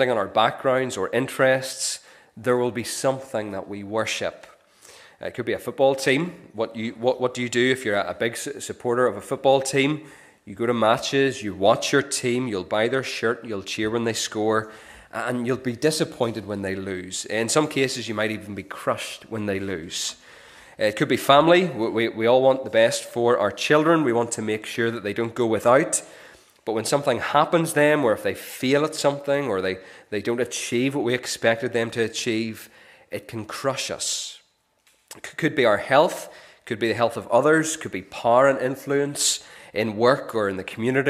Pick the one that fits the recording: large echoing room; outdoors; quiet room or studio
large echoing room